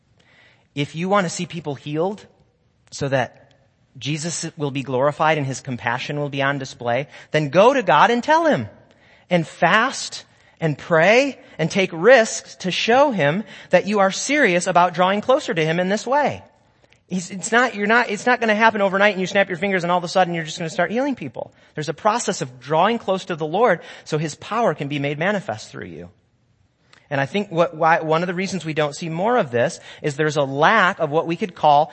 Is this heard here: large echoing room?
yes